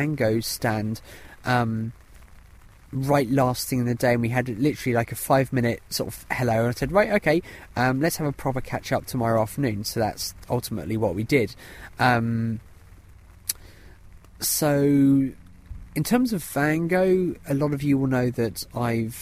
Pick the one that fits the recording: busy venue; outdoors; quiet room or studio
outdoors